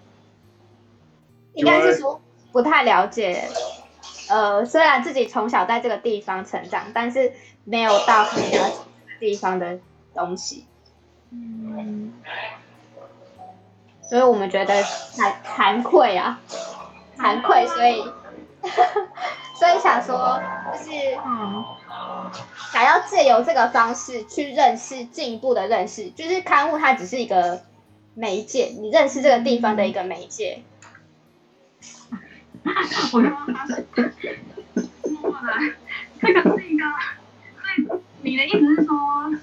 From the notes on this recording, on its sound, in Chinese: 此集為線上錄音